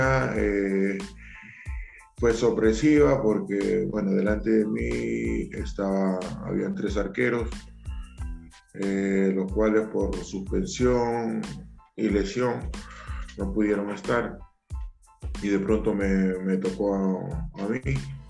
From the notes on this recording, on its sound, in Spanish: nos concedió una entrevista vía Zoom